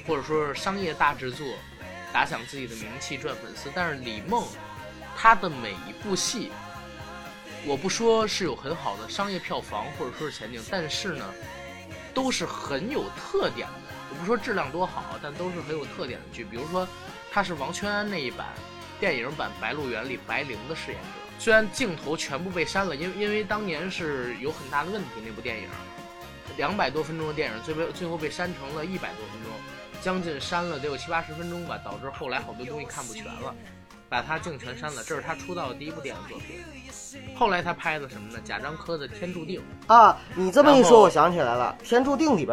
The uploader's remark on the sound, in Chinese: 节目剪辑本次不是主播团队，大致背景音乐较大。